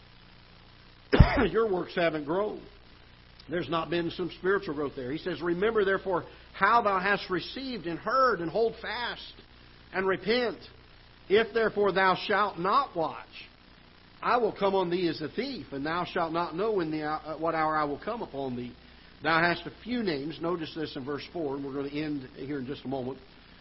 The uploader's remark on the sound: Ketha Heights Baptist Church ~ Live Broadcast